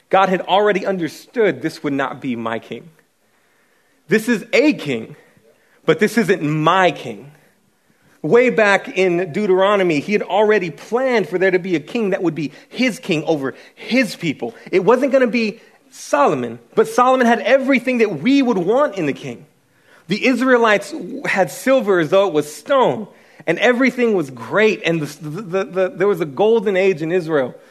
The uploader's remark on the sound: speaking at our Every Nation Student Conference in Columbia